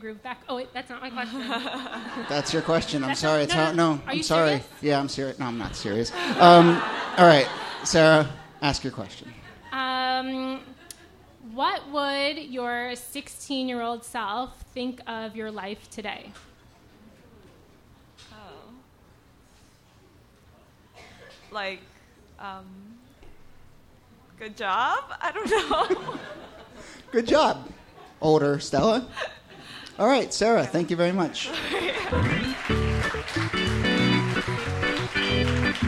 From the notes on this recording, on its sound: Ask Roulette is a conversation series in which strangers ask each other questions on stage. Excerpt is from our November regular show at Housing Works Bookstore. House band. Some audience members.